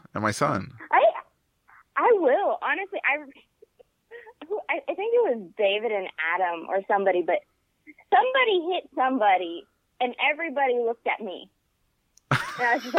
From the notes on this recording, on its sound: Because it was a busy Sunday for us both and I didn’t have time to drive half way across Texas to record with him today. While on the phone.